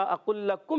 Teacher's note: اقل میں حمزہ خوب واضح کریں گے قاف موٹا رکھیں گے اور پہلا لام دوسرے لام میں مل جائے گا ادغام ہو جائے گا